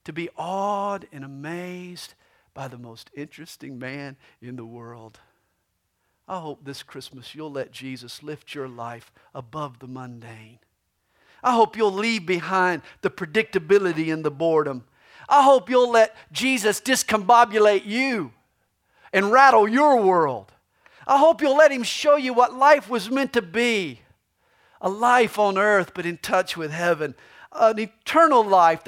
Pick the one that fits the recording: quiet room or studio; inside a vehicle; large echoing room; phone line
large echoing room